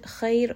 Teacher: ra here is going to be heavy. Kha is heavy as well.